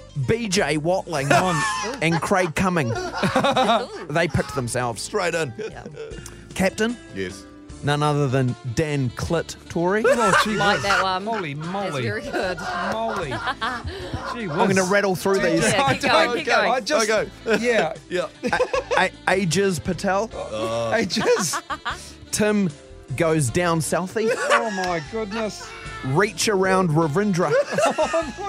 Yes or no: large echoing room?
no